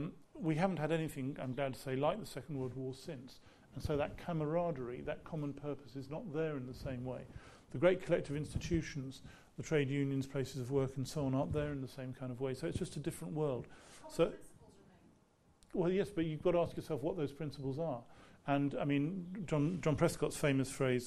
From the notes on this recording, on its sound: Recorded live at the St James Theatre.